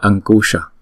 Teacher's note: Câu thi hay câu chi, tiếng Phạn gọi là Ankusha, hay còn được viết là bằng một chữ Anuswara như thế này, thì chúng ta cũng vẫn đọc là Ankusha, bởi vì theo sau là chữ K, là chúng ta đọc bằng phần guttural, cho nên chúng ta phải chuyển cái Anuswara này thành chữ ng